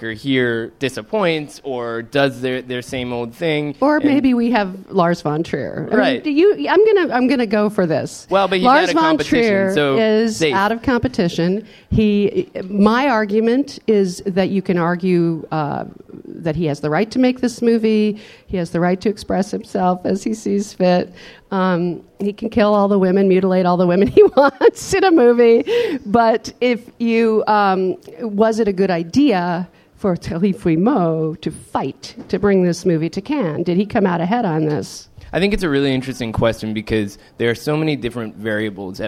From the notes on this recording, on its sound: Live From Cannes 2018